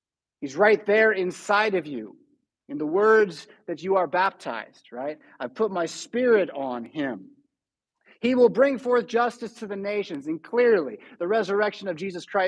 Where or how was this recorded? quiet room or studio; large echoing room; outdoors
large echoing room